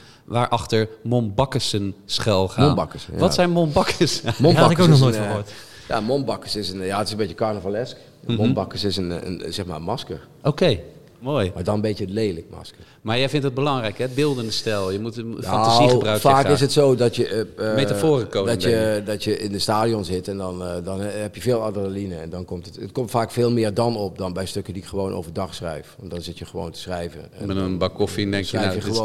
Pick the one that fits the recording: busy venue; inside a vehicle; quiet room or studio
busy venue